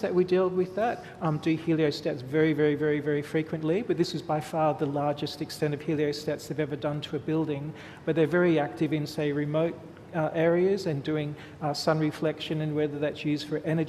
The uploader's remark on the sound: SAF2016 Central Park Chats. Recorded at the 2016 Sydney Architecture Festival at Central Park.